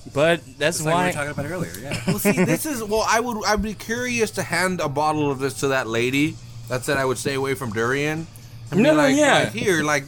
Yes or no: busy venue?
yes